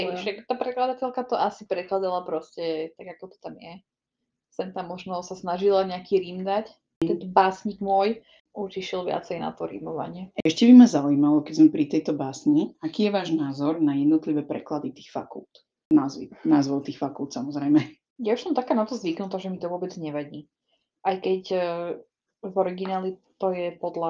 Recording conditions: poor sound quality